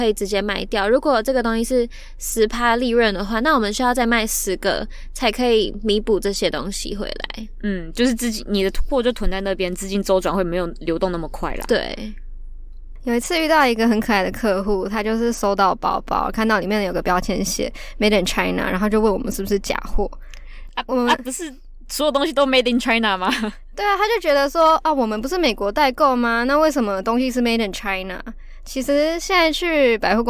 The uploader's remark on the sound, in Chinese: 第一次嘗試在車上用一隻USB麥克風錄音(Carcast)